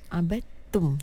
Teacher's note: Tapi di sini dia tidak boleh bunyilah qalqalah dekat sini sebab dia ada hukum idgham yang special sikit dekat situ. Jadi dal dekat situ dia punya hukum qalqalah dia gugurlah sebab dia jadi hukum idgham mutajanisain dekat situ.